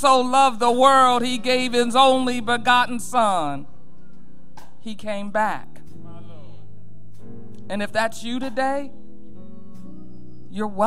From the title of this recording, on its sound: Mt. Calvary Baptist Church, Dayton, OH 2-18-2024